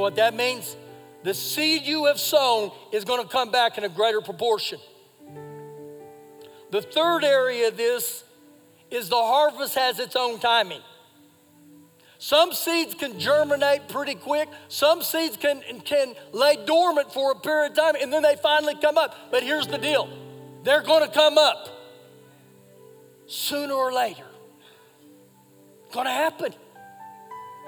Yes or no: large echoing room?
yes